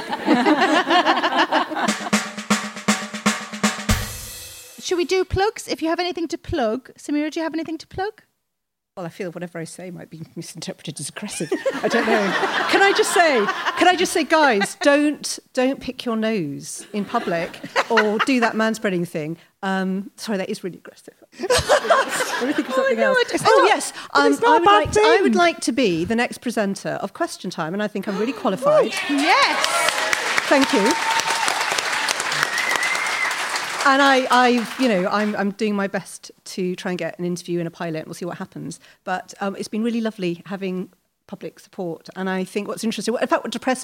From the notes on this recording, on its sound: This episode was recorded in front of a live audience at Leicester Square Theatre.